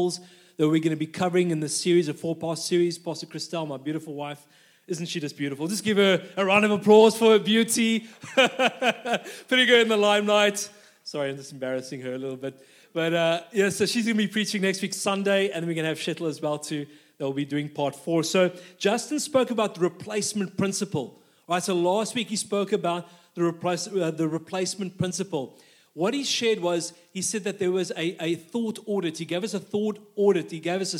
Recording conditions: live audience